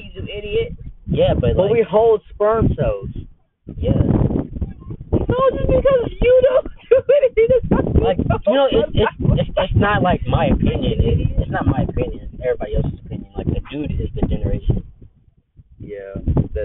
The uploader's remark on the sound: this audio is bad